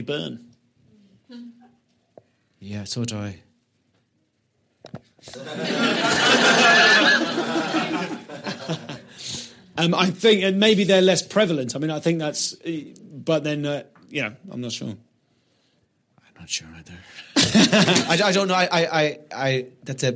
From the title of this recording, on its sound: Live at the Edinburgh Fringe